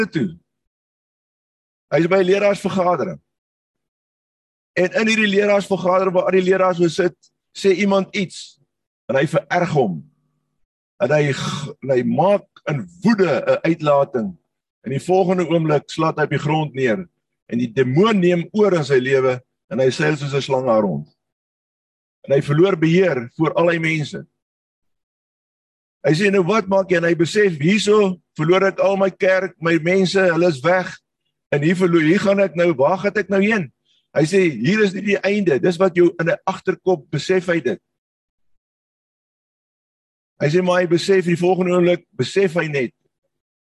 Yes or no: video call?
yes